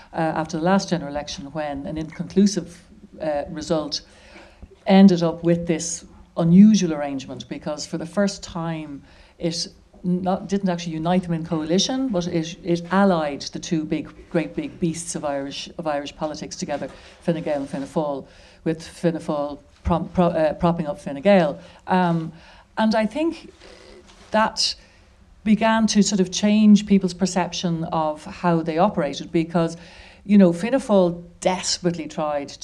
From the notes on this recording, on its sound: For our first live episode, recorded at Crow Street in Dublin's Temple Bar